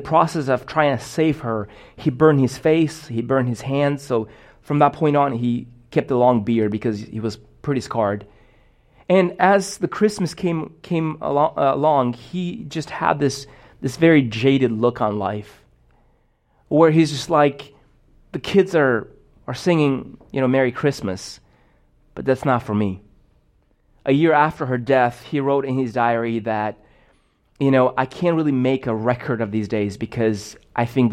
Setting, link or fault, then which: setting, large echoing room